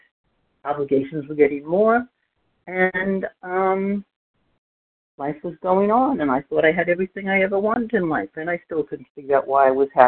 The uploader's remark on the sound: 100 Pounders Phone Meeting.